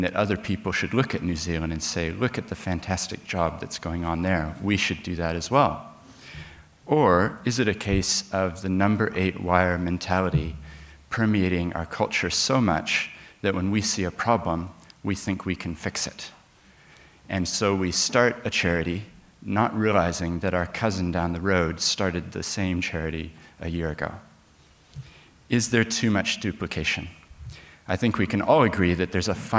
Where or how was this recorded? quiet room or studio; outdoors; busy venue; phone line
busy venue